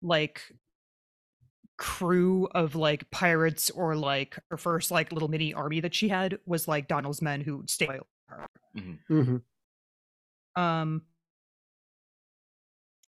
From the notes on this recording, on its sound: Is still having computer issues, which means that there are quite a few audio glitches this episode.